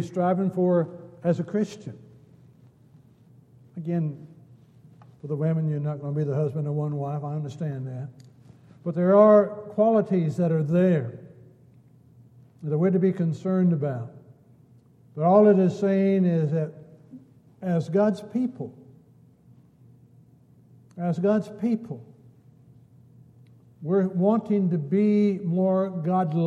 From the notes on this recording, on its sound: Downtown Church Of Christ Audio Sermon